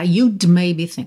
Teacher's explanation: Você deve ter reparado que você não escutou esse D, né, do you'd.